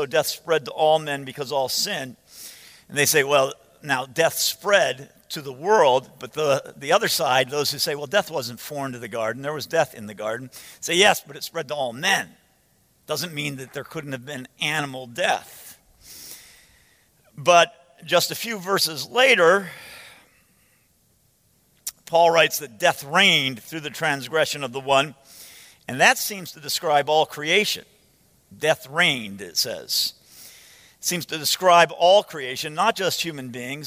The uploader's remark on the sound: From the 2015 Clearnote Pastors Conference.